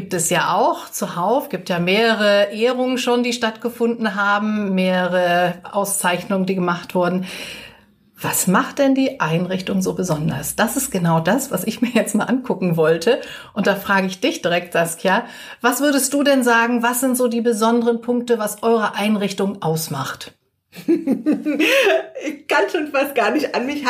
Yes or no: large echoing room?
no